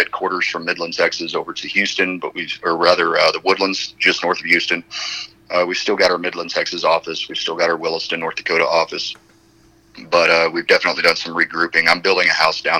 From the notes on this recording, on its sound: The phone interview starts out with the three discussing how it took several months to make this interview happen.